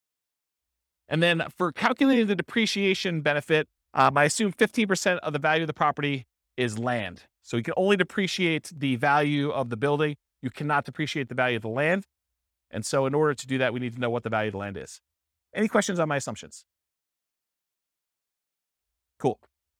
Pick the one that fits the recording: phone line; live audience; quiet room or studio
live audience